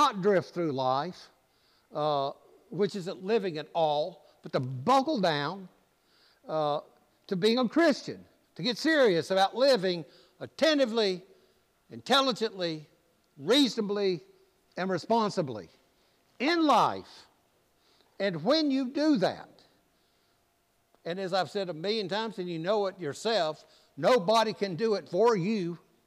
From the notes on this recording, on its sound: preached at All Saints Anglican Church in Charlottesville, VA on August 6